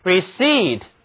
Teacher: 字母组合 e-i 读作长元音 e，重音放在后面一个音节上